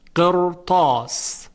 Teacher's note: بعد از را ساکن حرف تا که از حروف استعلا و اطباق هست قرار گرفته و این اطباق و استعلا موجب می شود که حرف را تفخیم بشه